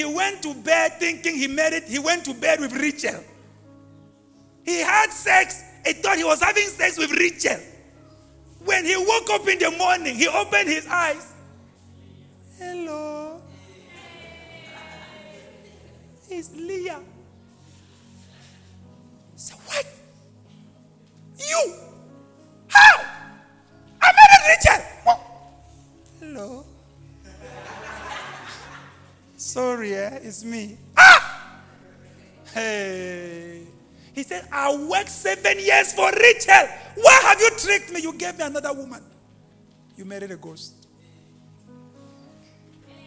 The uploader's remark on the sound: LIVE AT ABC ROBEGA